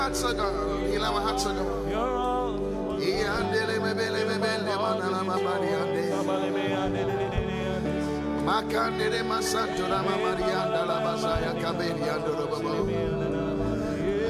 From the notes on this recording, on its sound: Preached at The Qodesh